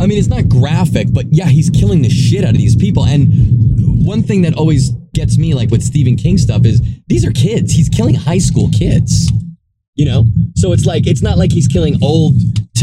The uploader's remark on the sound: This episode was recorded in the car on the way back from Wondercon so deal.